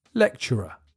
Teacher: the CT in the middle becomes a CH sound when you speak quickly